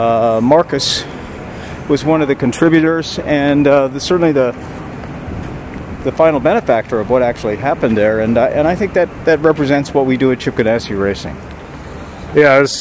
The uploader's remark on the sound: We caught up with him at the 2023 Acura Grand Prix of Long Beach as he was walking back to his hotel after a long day at the track.